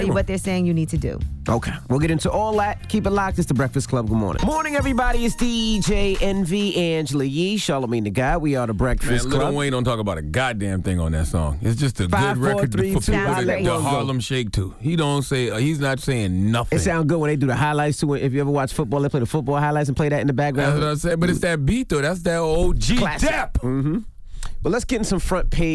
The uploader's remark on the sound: we opened up the phone lines to give listeners a chance